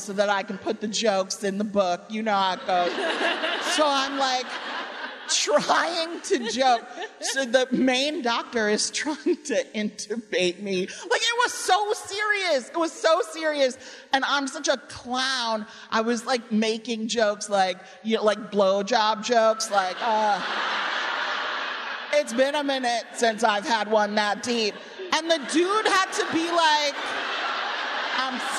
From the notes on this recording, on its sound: Nerdette had the great privilege of hosting a live WBEZ event